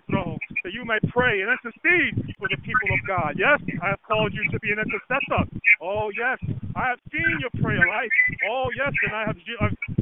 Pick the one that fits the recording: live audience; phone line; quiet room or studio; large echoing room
phone line